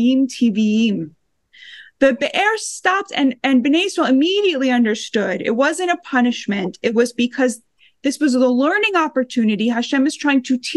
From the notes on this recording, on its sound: These sessions are held on Zoom every week.